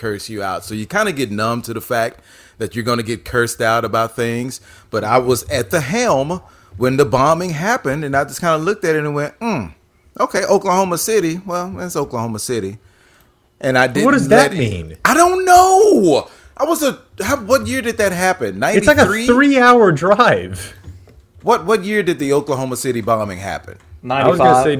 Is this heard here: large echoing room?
no